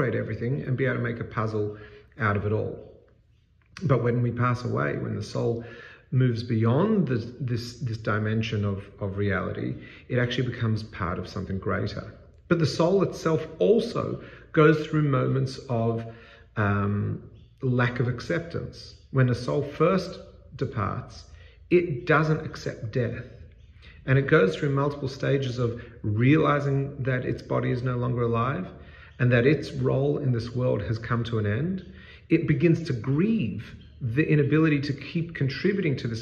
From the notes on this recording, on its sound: This segment is part of a larger talk and was recorded in a large space with a powerful echo.